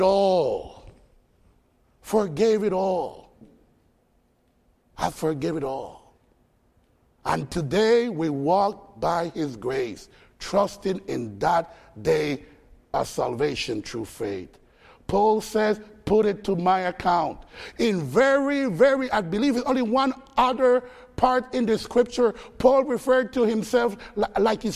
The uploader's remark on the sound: Faith Baptist Church in Hamilton, NJ.